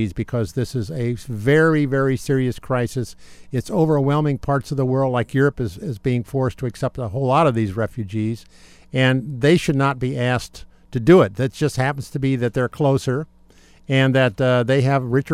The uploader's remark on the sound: Live at Solar Decathlon 2015